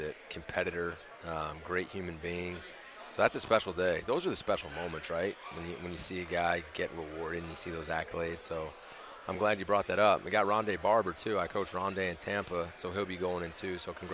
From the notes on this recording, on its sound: live from Day 3 of ACC Kickoff in Charlotte